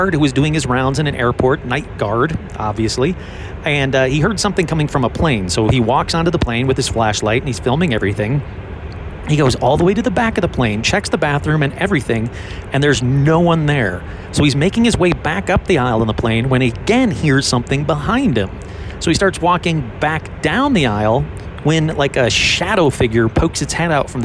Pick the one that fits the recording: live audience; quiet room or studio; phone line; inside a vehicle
inside a vehicle